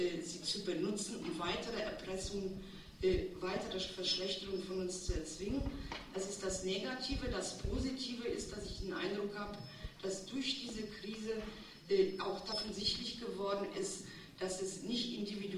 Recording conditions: live audience